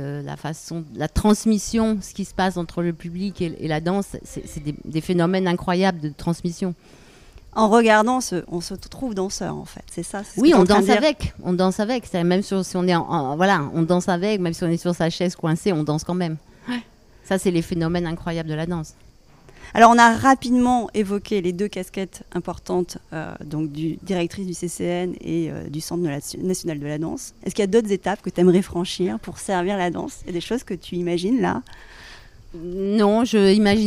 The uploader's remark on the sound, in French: Cet épisode a été enregistré pendant la 77e édition du festival d’Avignon au Cloître des Carmes, avec l'écho du chant des cigales.